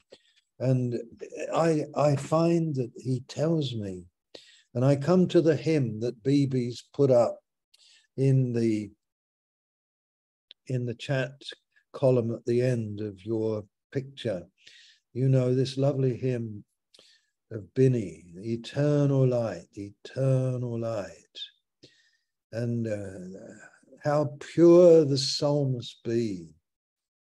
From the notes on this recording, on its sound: Malaysia Meets (Zoom).